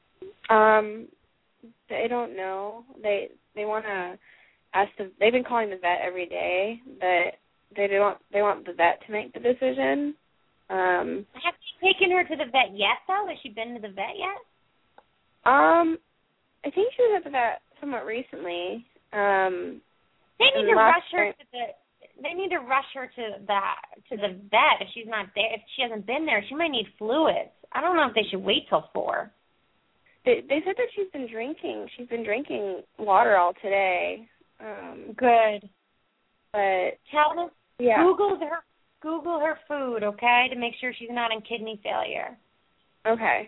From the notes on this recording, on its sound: open up the lines for listeners to call